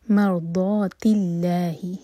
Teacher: اور اگر اللہ تعالیٰ کے نام سے پہلے جو ورڈ ہے اس کے اینڈ میں ضمہ ہو یا پھر فتح ہو تب ہم منہ بھر کر پڑھتے ہیں، لا پڑھا جاتا ہے. تو یہاں پر مرضاتی تا کے نیچے کسرہ ہے تو لام جلالہ لائٹ ہوگا